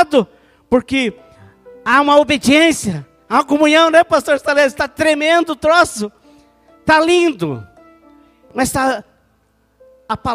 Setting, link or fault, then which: setting, large echoing room